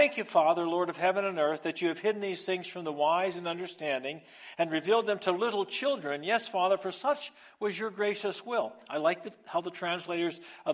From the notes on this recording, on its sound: Recorded live on Sunday, February 5th